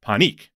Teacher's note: And he told me it was Panik, where it's Pa, but the emphasis was on the neek, on the second part